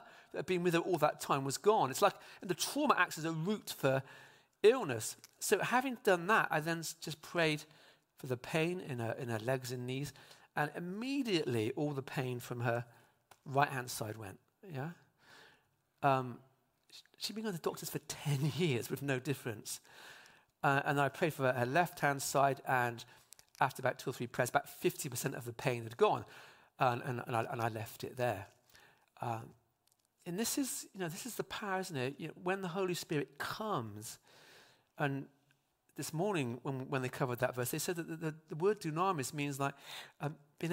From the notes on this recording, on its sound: speaks live at Trinity Cheltenham